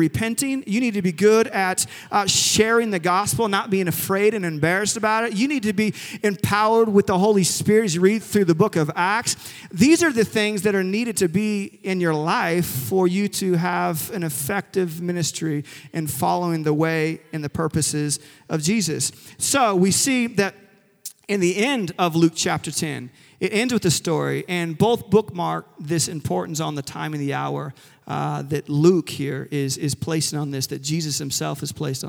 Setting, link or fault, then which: setting, large echoing room